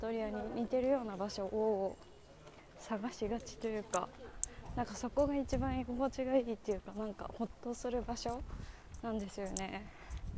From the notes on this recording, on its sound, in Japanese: 今回はケンブリッジにやってきました。歩きながら撮ってるのでお聞き苦しい点があったらごめんなさい。